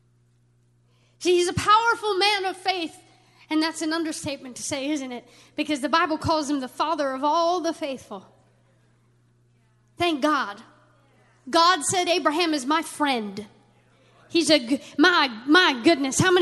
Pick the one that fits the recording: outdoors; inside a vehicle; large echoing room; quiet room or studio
large echoing room